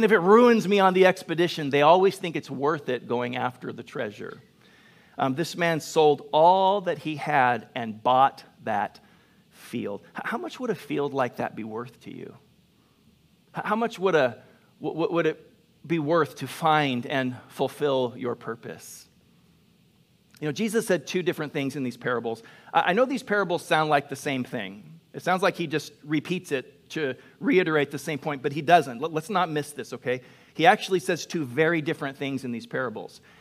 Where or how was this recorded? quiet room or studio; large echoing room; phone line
large echoing room